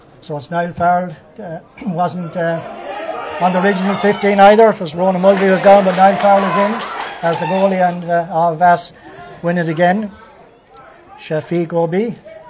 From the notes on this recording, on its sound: Live commentary from Avantmoney Pairc Sean MacDiarmada